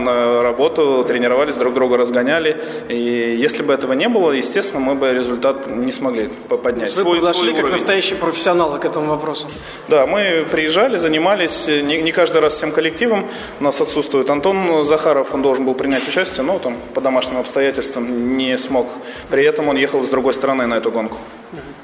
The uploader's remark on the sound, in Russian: Выпуск, который вы слушаете, был записан во время картинг-марафона «Бодрое Межсезонье. Гонка проходила 24 ноября 2013 года в Москве на территории картодрома «FORZA Волгоградка».